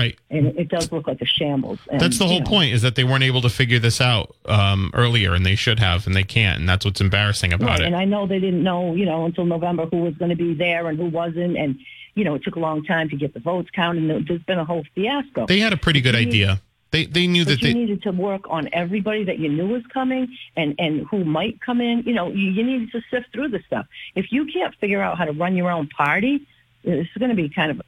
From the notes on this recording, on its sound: continues to take calls from the audience